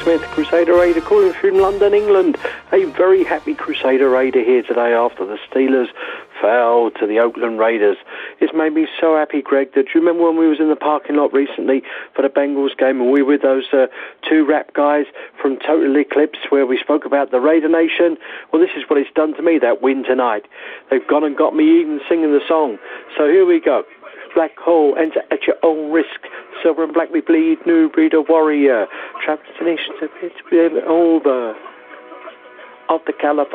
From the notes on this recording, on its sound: Raider Nation “Boneline” Call-in Segment.